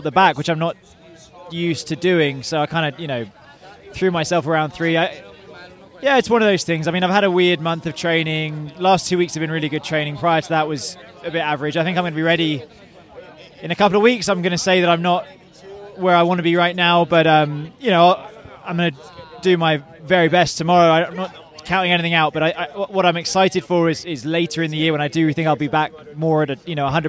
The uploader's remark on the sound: Was recorded just before the end of the Men’s Jump Final at the King of Darkness event.